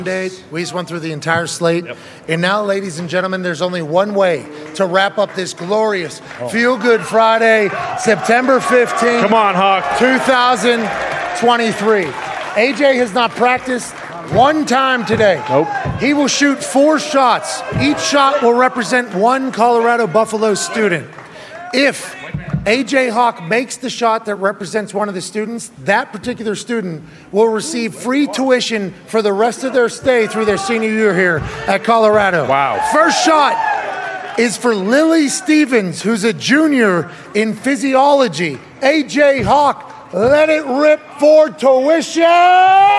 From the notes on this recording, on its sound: LIVE from the set of College GameDay in Boulder, Colorado